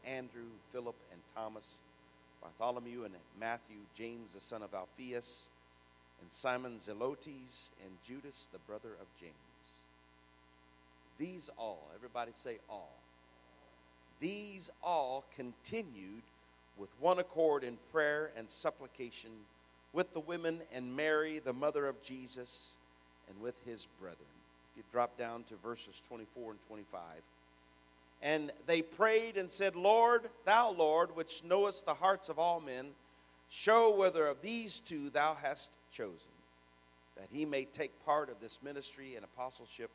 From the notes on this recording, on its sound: Sermon preached at the Oak Park Pentecostals, 1920 Chester Blvd, Richmond, IN 47374.